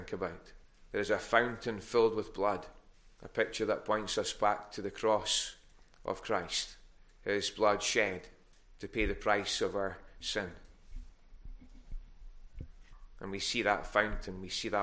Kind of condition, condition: setting, large echoing room